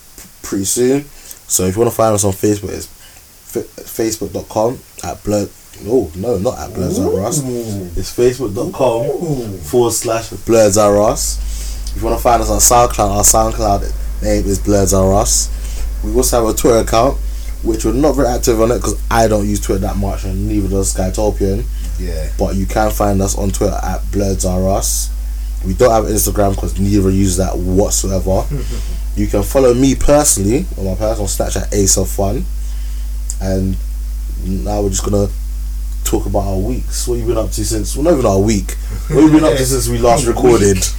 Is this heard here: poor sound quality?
yes